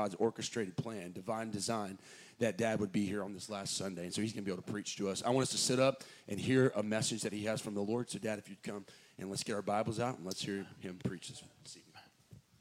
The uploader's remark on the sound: Haven Baptist Church Final Sermon